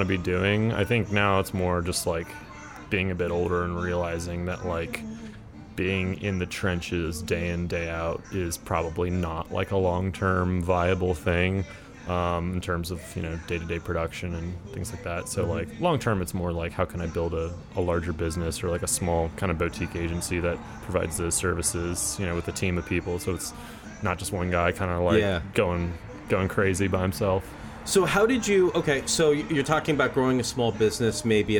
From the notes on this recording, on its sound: This episode was recorded over beers and french fries on the patio at Sawyer and Co in Austin Texas.